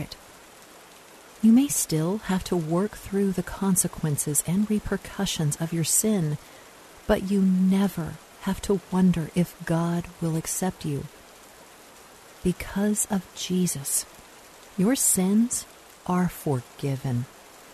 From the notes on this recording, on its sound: Relax to the sounds of rainfall.